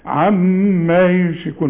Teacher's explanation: اهدي عما بالالف دي هنا عند الوقف وعند الوصل، دي ألف كاملة. عما يشكون، بس الميم لازم تغني · Term: الميم المشدده